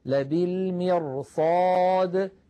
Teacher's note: فالراء تتفخم تأثرا بجارتها الصاد المفخمة